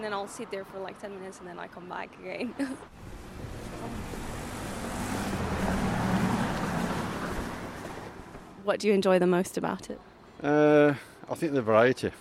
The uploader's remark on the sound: Walks around different parts of Camden asking passersby to talk to her for 5 minutes. The aim is to capture a cross-section of street life in this diverse and eclectic borough of London. The second episode was recorded in Eversholt Street and Mornington Crescent early on a Sunday morning.